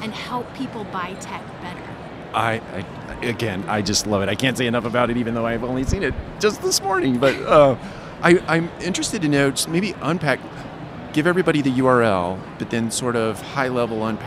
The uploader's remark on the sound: On the tradeshow floor of the National Apartment Association's 2023 Apartmentalize!